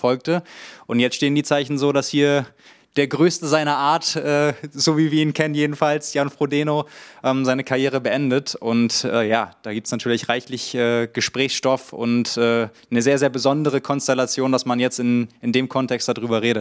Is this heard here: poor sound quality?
no